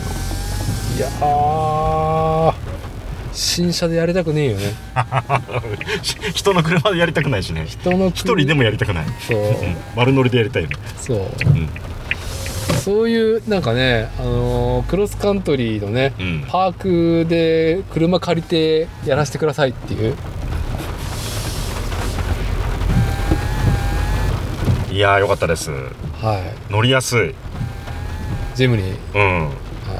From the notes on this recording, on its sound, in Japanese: 屋外収録「スズキJB64Wジムニー」。